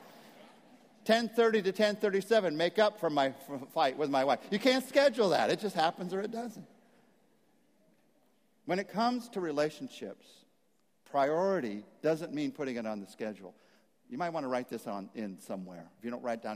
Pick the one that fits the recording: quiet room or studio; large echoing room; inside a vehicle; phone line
large echoing room